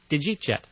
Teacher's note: And we reduce the word, we talked about yeah, which is a reduction of you, but after the letter D, the you or the ya becomes a ja sound